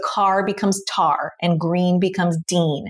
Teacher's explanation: a sound that's typically produced in the back of the mouth, like k and g, are produced in the front of the mouth. And often it's substituted with t and d. · Term: fronting